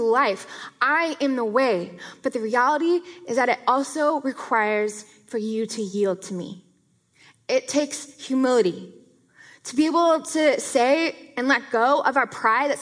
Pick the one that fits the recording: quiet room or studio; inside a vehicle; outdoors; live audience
live audience